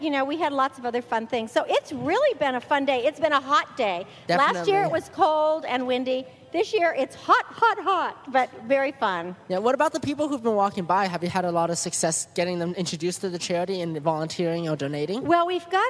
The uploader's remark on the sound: Live broadcast from the Moraga Faire. Our show features passerby's from the local Moraga Fair as they discuss their experiences at the fair, the various booths featured, and their opinions. At the same time, we take advantage of the portable sound studio set up at our booth to do professional-quality music and commercial recordings.